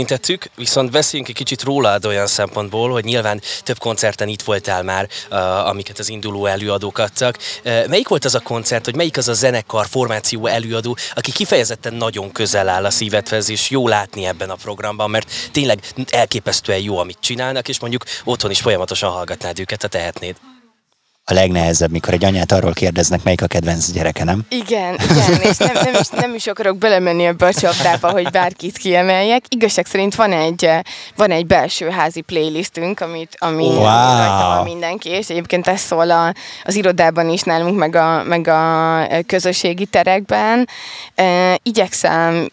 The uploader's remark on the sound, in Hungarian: Beat Live. Művészetek Völgye interjúk.